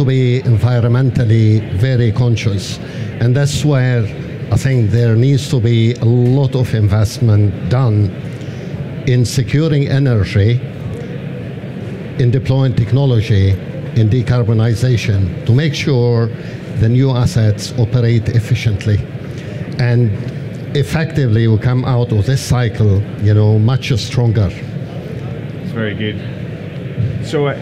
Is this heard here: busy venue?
yes